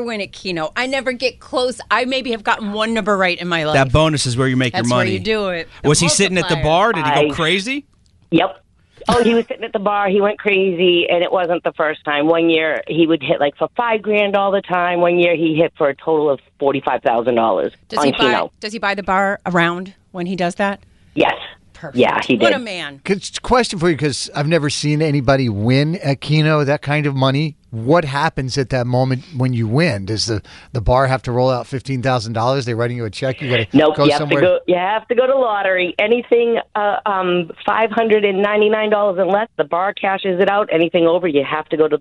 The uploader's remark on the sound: Listeners called